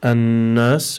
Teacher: And then the second word in this verse, annas, we have noon mushaddada, so we must apply the ghunna over here